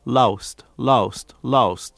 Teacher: Instead of lost, which is what he would do for L-O-S-T, you're hearing more of a loust